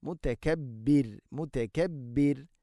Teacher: റാഇനെ തർഖീഖ് ചെയ്യണം, നേർപ്പിച്ചുകൊണ്ട് ഉച്ചരിക്കണം